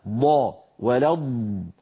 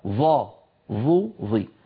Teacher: والضاد كما أسلفت أيها الإخوة تخرج من حافة اللسان، بينما الظاء تخرج من طرفه الأمامي، فمكان الخروج مختلف بين الضاد والظاء، مكان الخروج مختلف بين الضاد والظاء.